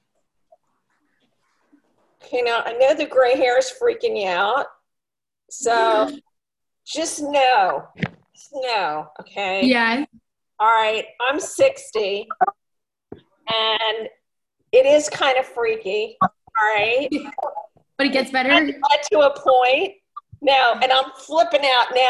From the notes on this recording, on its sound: Zoom Classes